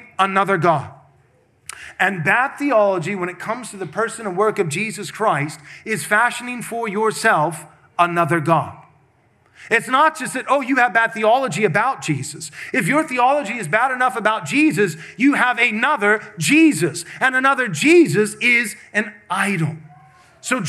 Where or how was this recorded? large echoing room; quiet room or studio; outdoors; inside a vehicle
large echoing room